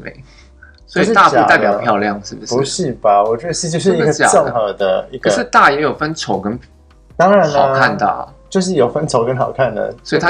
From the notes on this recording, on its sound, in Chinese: 收音跟內容都很陽春